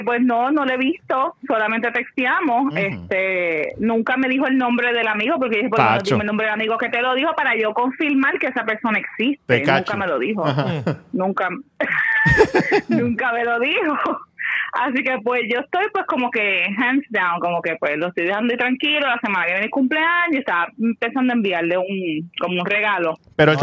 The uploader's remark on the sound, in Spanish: una de ellas se atrevió a llamarnos en VIVO